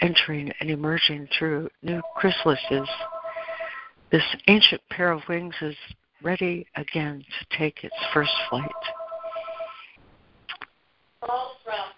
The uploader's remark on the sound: ACIM Daily Conference Call